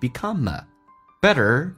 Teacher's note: become 跟 a 有一个连音